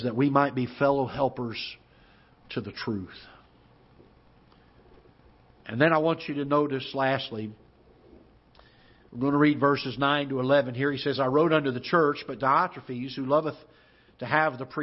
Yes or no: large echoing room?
yes